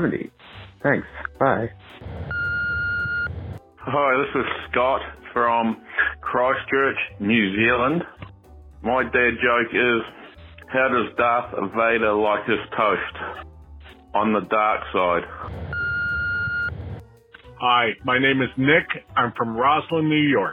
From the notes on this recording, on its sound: jokes recorded by our listeners through my voicemail service